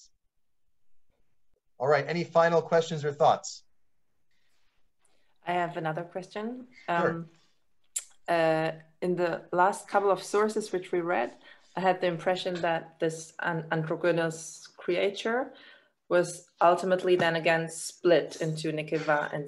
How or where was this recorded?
video call